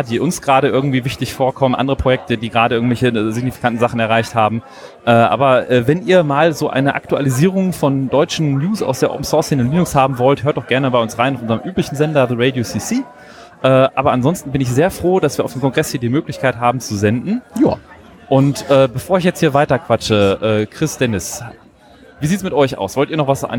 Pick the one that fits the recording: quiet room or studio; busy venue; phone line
busy venue